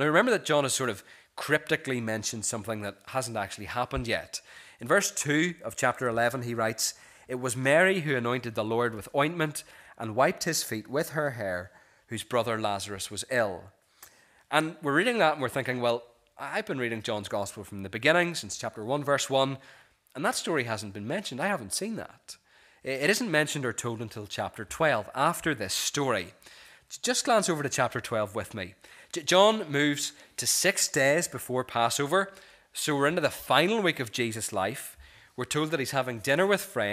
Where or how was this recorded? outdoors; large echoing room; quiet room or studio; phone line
large echoing room